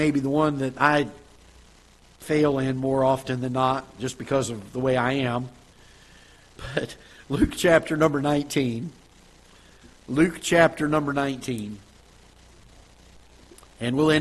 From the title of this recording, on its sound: Ketha Heights Baptist Church ~ Live Broadcast